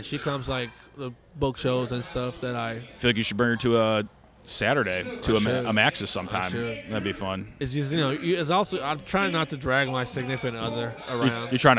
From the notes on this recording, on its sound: Recorded outside the comedy open mic at Fells Point Tavern.